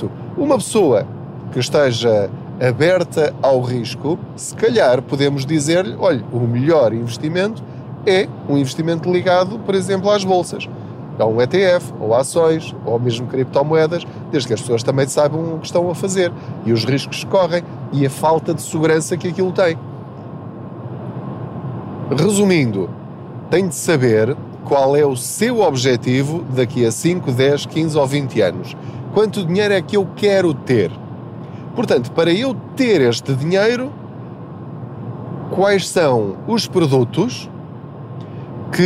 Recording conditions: background noise